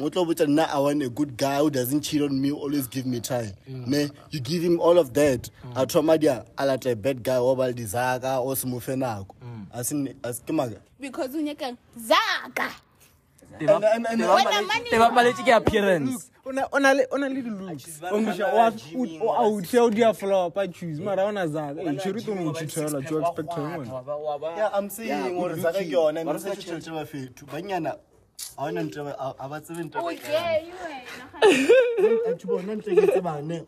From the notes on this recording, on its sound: Shot this outside so there’s no video rn.